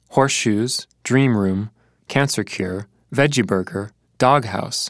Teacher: They're all pretty heavy on the first word.